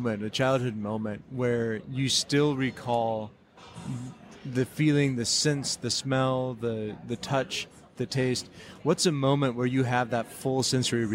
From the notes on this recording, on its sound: Inside Premiere Vision, a global textile event. On location at Premiere Vision 2016 in New York.